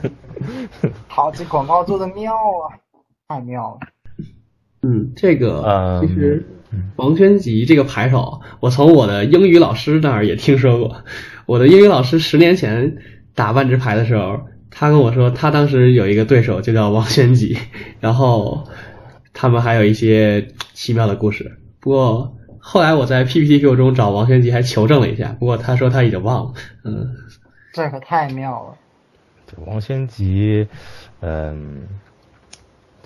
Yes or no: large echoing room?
no